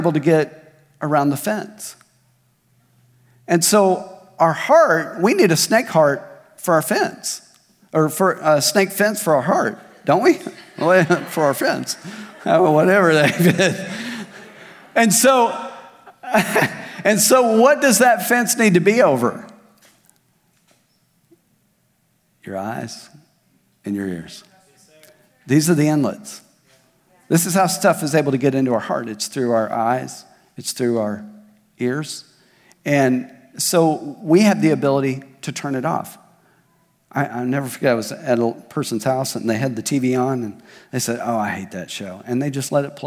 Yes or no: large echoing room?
yes